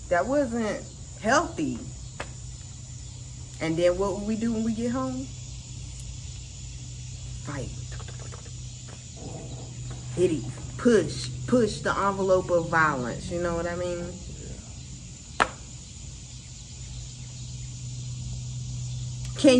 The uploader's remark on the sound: Raw and organic. Recorded outside in nature. No fancy studio or stuffy convo over here.